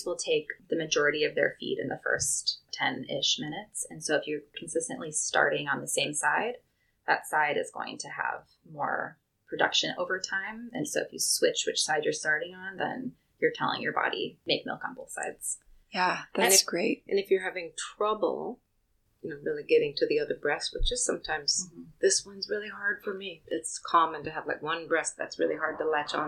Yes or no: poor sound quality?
yes